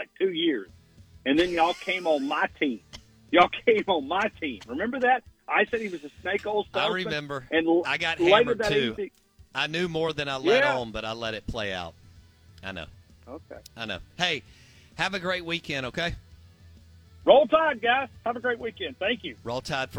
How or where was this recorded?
phone line